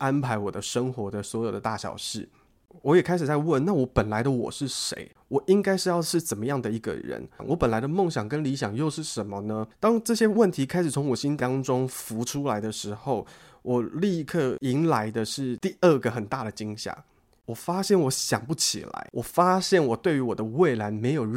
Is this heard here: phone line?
no